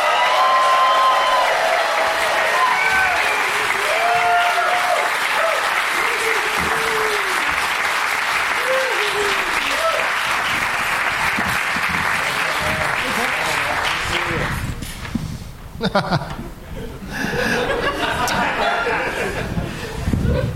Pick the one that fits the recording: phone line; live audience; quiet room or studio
live audience